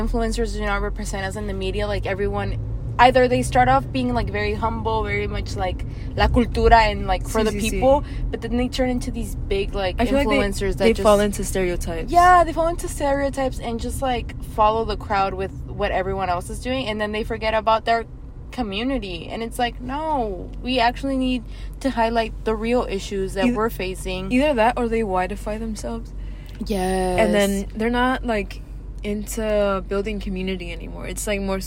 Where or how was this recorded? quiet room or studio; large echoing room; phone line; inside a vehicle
inside a vehicle